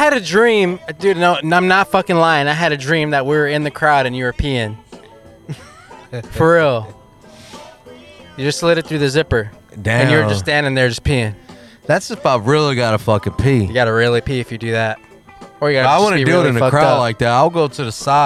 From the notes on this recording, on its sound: Live from the Equinox, in downtown Dallas. Sorry for the buzzing sound, pretty sure it was the power adapter we were using.